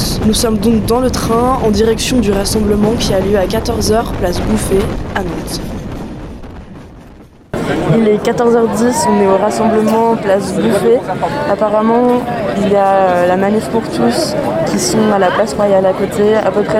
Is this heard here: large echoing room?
no